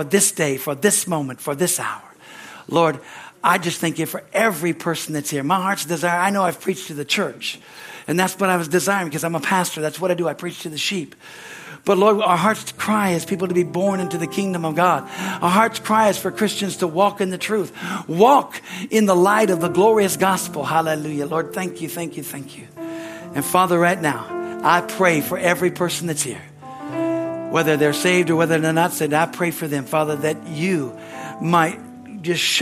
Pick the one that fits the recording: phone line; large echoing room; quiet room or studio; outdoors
large echoing room